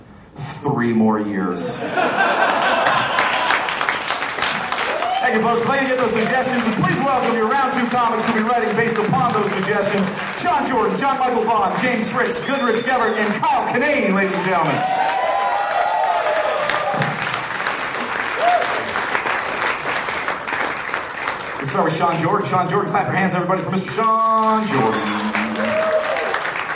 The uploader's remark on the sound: At the Waiting Room in Omaha as part of the Crom Comedy Fest.